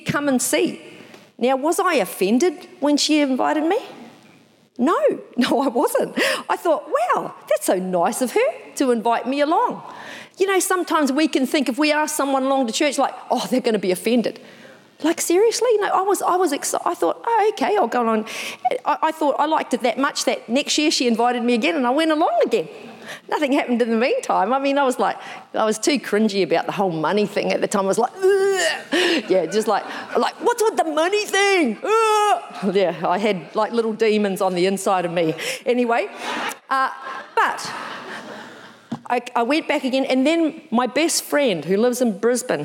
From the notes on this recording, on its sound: Recorded in the 9am service